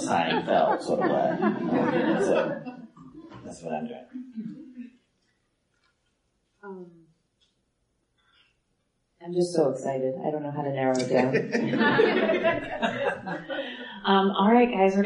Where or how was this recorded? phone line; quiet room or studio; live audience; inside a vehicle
live audience